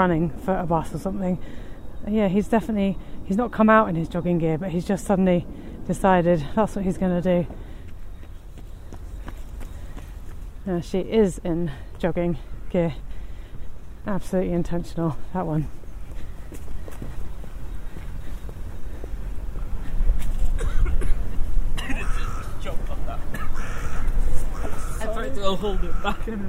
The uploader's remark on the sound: Highbury Fields. This podcast is recorded in 3D sound! Join her out and about as she captures those small, magical moments of everyday life, in sound. Thanks to 3D recordings, you’ll hear everything she does as if you were right there with her.